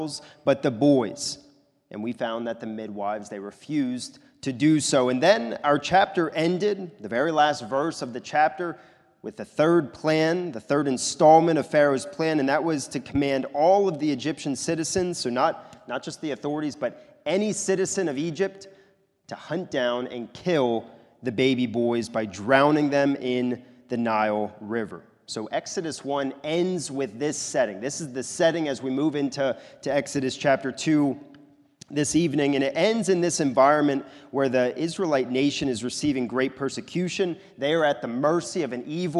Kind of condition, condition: setting, large echoing room